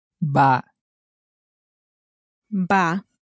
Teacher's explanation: So it almost sounds like the second A isn't there, but perhaps it's slightly longer and has a slight sort of ba sound.